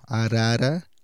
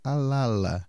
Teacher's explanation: fazer um som que é mais forte, exige uma tensão maior da língua, que é o ra, ele vai para o l. Então, em vez dele falar arara, ele vai falar alala.